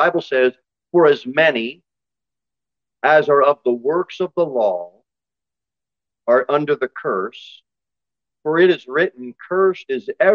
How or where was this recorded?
large echoing room